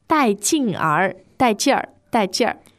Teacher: You got this R on the end here. This is kind of a northern sounding word to me.